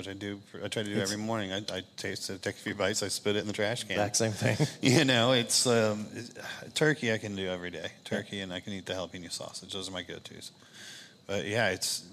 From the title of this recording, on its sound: LIVE BBQ Bash